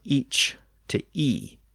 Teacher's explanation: In much of England, that ch sound was lost at the end in Middle English, so the word evolved from each to e.